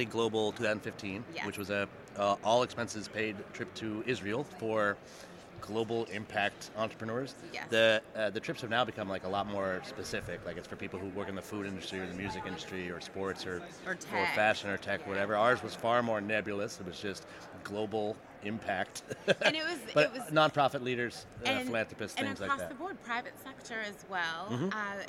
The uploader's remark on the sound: set up a recording booth in the lobby at this year's Nexus U.